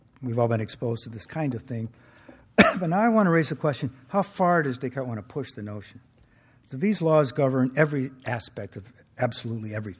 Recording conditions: large echoing room